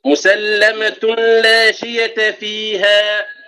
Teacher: إدغام النون الساكنة أو التنوين في اللام يكون بلا غنة يعني لا نأتي بغنة وأيضا لا نبقي أثرا للنون أو التنوين · Term: إدغام بلا غنة